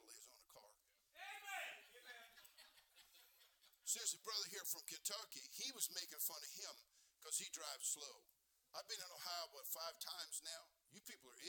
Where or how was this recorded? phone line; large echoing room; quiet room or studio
large echoing room